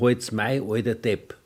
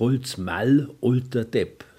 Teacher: der Konsonant L, der nach Vokal erhalten bleibt · Shown in: second take